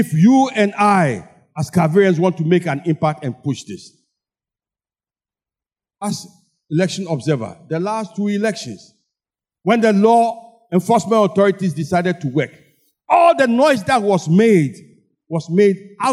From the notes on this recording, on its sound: Sermon preached at CBC Shiashie Campus